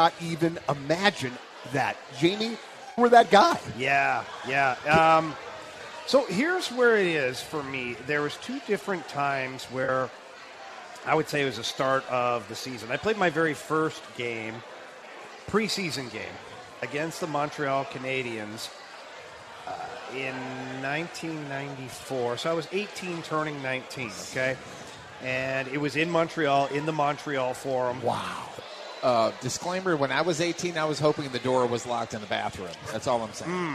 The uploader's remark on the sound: We are LIVE from Copper Fire in Belleville